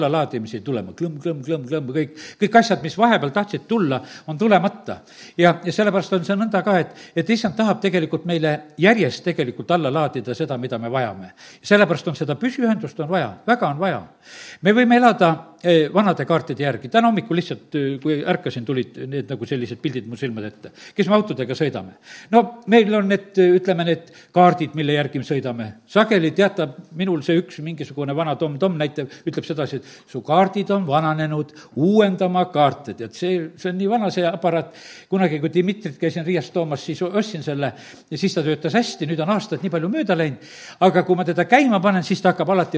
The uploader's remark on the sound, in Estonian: Audio salvestus koosolekult.